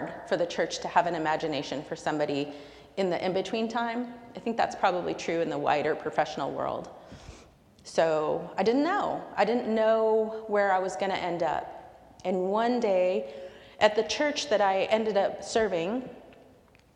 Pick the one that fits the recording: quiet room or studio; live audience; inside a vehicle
live audience